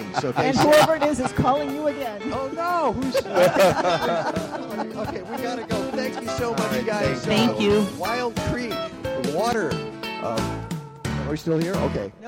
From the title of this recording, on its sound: Live from the 2018 Chicago Flower & Garden Show!